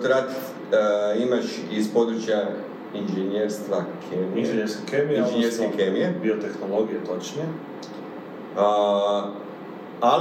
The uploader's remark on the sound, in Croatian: PRIJE SVEGA ISPRIKA ZBOG SLABIJE KVALITETE TONA. ISKLJUČIO NAM SE JEDAN OD MIKROFONA VEĆ NA POČETKU SNIMANJA, ŠTO NAM SE DO SADA NIJE DOGAĐALO PA SMO BILI PRISILJENI KORISTITI AUDIO SA VIDEO SNIMKE.